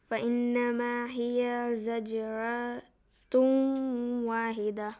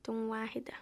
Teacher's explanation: Merge the sound of tun with waw. Tuw. فَإِنَّمَا هِيَ زَجْرَةٌ وَاهِدَةٌ. · Term: idgham